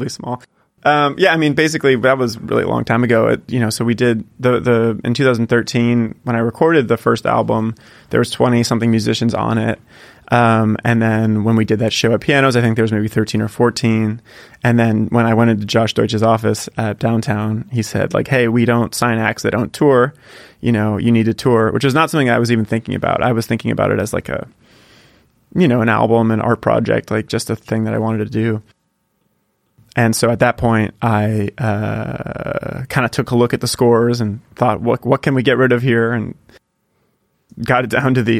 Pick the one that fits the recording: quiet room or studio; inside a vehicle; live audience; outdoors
quiet room or studio